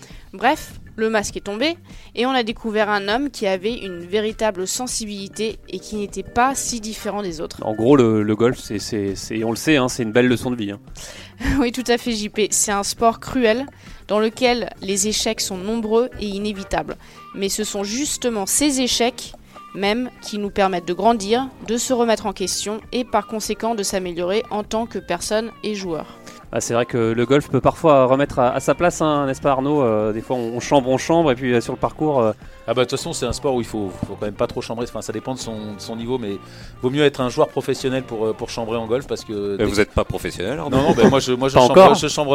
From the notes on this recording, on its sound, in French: Nous l'avons joint par téléphone.